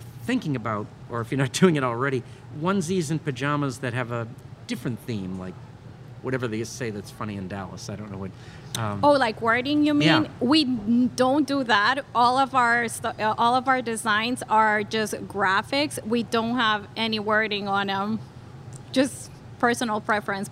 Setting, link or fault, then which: setting, busy venue